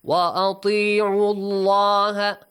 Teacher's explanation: the letter lam in the word Allah is pronounced heavily since you have a dhamma before